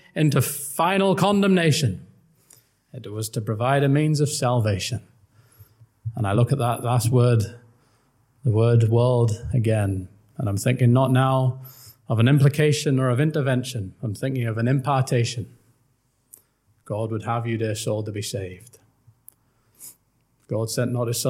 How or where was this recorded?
large echoing room